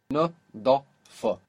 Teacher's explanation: We have a D and a D with the tongue further back.